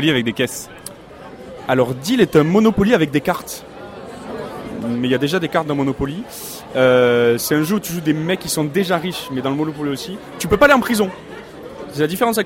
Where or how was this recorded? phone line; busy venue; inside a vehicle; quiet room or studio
busy venue